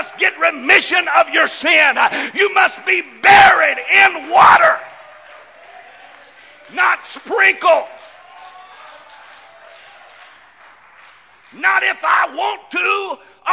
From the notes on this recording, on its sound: This broadcast recorded live from the First Pentecostal Church of Silsbee, Texas.